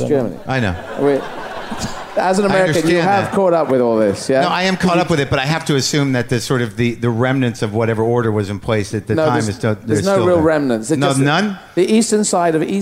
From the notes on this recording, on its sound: Live from Just For Laughs Montreal.